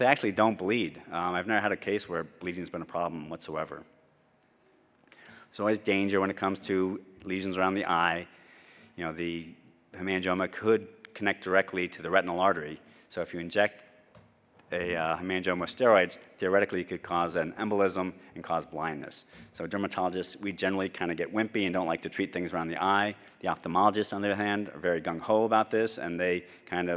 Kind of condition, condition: setting, large echoing room